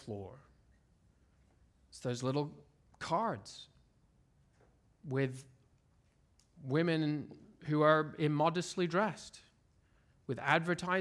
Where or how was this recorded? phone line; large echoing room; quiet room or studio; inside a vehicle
large echoing room